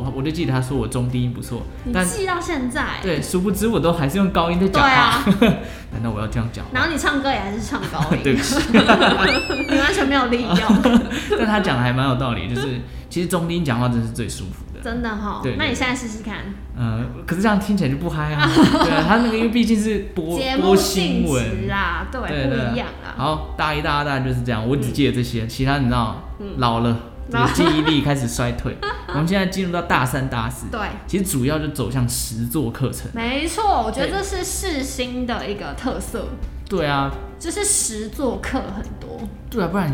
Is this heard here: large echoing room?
no